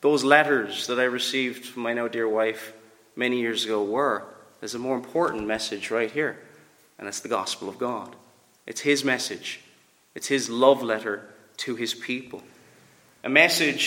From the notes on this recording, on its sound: Preached at Ballylane Reformed Presbyterian Church